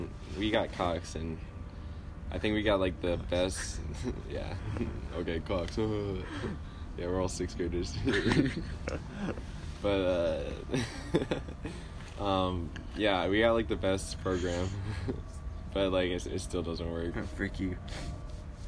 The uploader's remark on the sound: Listen as we sit outside. TERRIBLE WIFI.